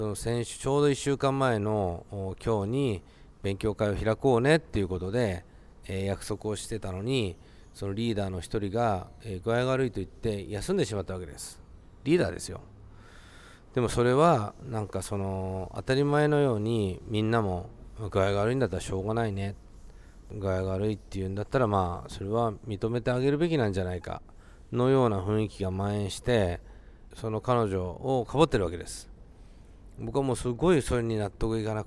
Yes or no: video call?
no